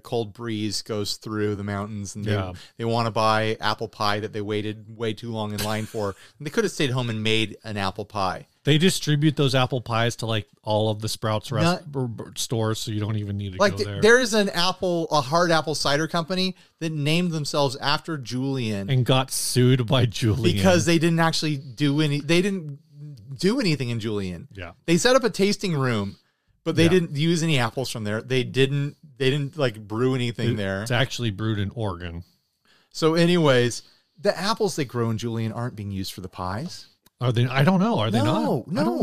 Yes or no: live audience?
no